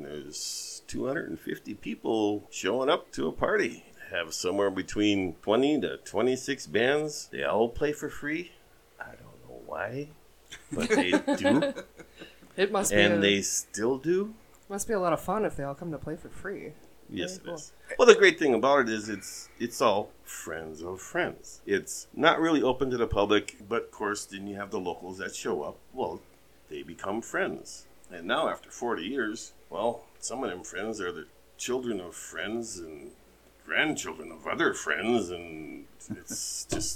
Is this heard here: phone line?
no